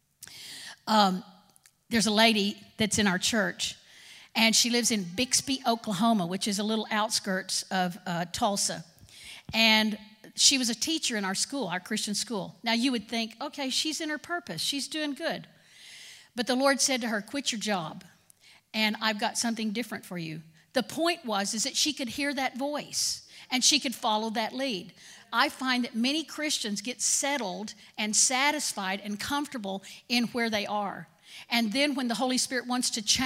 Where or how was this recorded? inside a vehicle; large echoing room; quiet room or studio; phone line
large echoing room